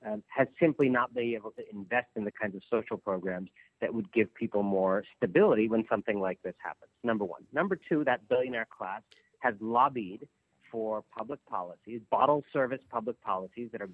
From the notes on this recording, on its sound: We opened lines to talk with listeners